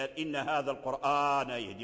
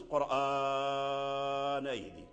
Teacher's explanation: ما لم تكن الهمزة ذات الثقال أي صاحبة الثقال بعد صحيح ساكن، أي بعد حرفين صحيح وساكن يعني غير متحرك، فإنه يقصر أي فإن ورش يقرأه بالقصر · Shown in: first take